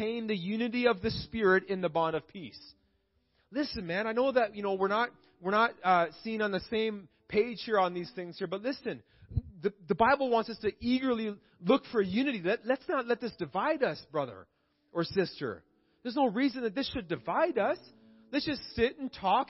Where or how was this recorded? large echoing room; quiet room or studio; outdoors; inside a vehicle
large echoing room